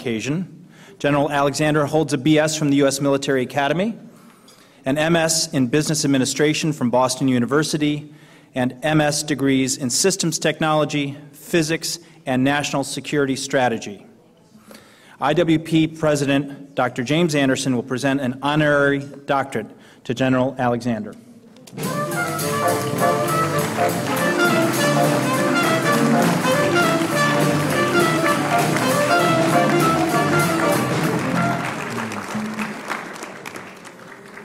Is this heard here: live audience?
yes